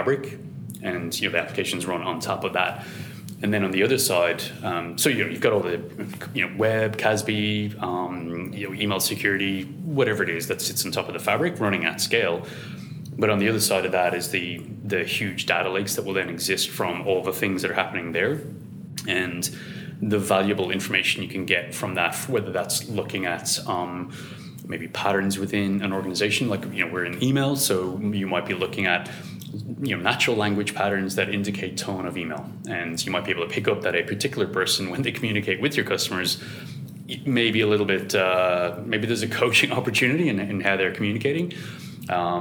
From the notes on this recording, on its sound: come to you live from the recent Gartner IT Symposium 2019 in sunny Brisbane